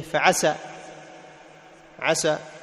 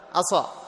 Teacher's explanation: تحافظ على انفتاح السين في عسى · Shown in: first take